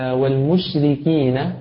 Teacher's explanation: مثل والمشركين الراء ها هنا مكسورة فإنها ترقق